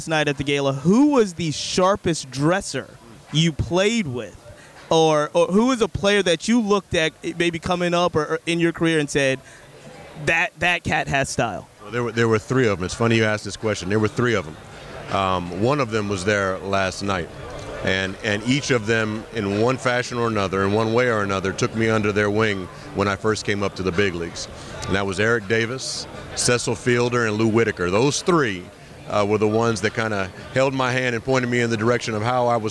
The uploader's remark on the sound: Live from the 2023 MLB All Star Game